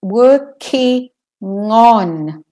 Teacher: It's as if the on word begins with the ng. · Term: link it